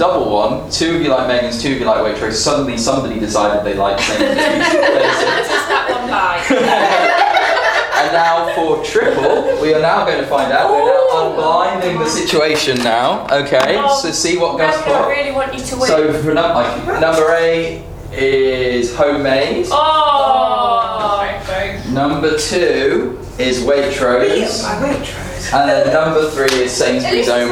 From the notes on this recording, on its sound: In this live recording of the ninth #UnblindingResearch session